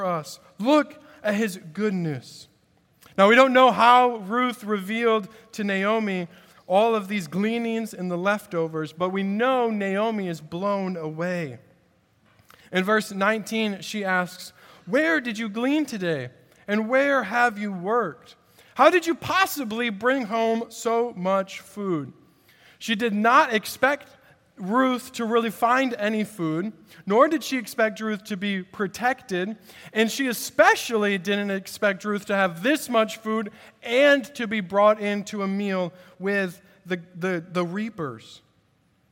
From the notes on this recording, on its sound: At Redeemer Presbyterian Church in Charleston, SC